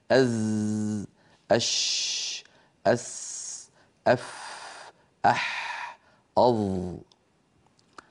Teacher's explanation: ما عدا هذه الخمسة حروف رخوة، يعني يجري الصوت والصوت قابل للجريان قابل للامتداد